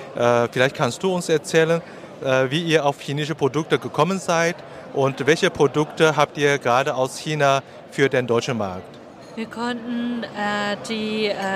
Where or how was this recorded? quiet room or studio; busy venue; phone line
busy venue